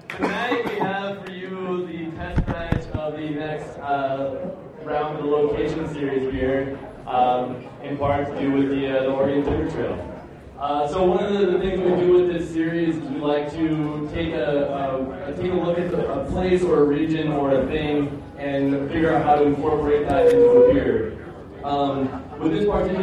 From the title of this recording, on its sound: LIVE announcement of the Oregon Timber Trail at Base Camp Brewing